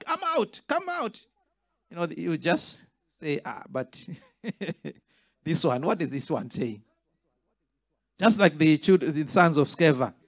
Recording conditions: live audience